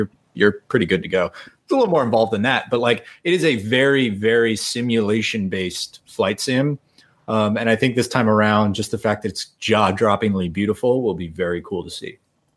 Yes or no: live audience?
no